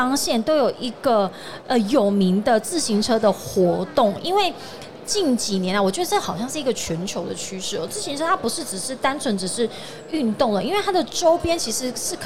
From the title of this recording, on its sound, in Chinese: 2022 Taipei Cycle台北國際自行車展-Live Podcast